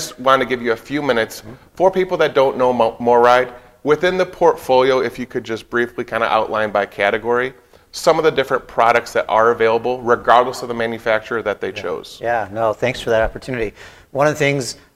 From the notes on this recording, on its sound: LIVE from the MORryde Showroom